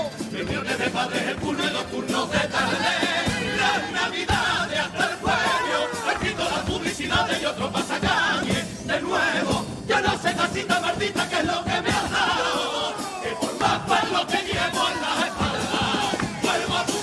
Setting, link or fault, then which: setting, live audience